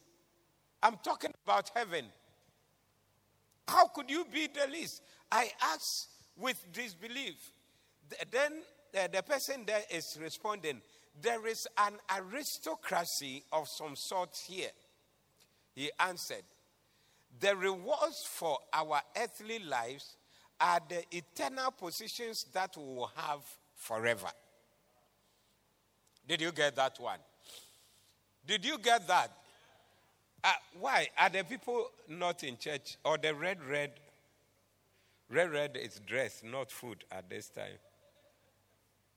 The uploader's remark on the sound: Preached at the Doxa Service 02072023